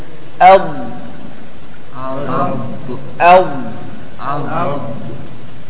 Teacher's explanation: يسمى الاستطالة، الصفة في هذا الحرف أنه يرجع من الأمام إلى الخلف، لهذا قالوا يمتد من طرف اللسان إلى آخره